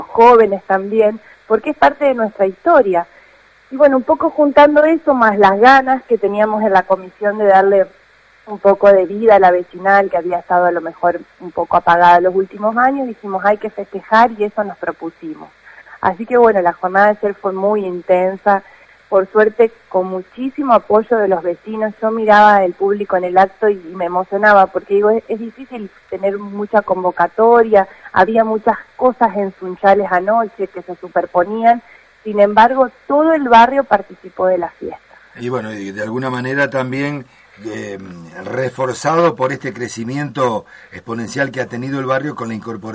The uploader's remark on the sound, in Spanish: Entrevista telefónica con la Presidente de la Comisión Vecinal del Barrio Sur.